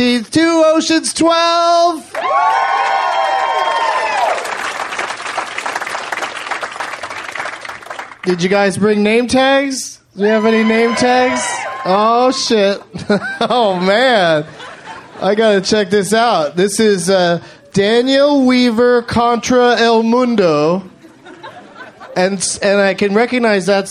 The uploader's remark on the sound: Recorded live at The Punch Line in Sacramento, California on January 16th, 2012.